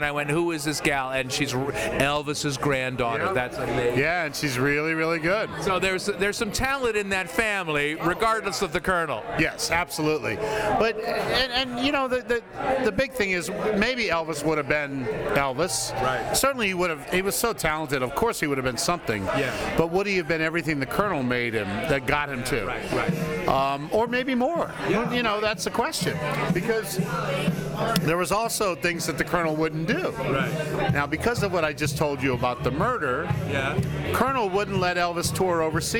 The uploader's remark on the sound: Recorded live in Pippin’s Tavern in Chicago.